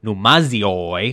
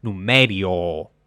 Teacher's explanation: the Z sound in a name like numagioi became a R sound